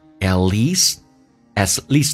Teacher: At least 的 T 也可以不发音